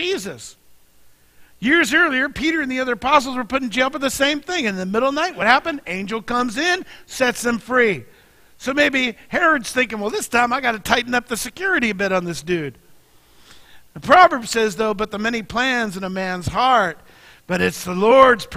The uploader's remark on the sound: Mt. Zion Church Live!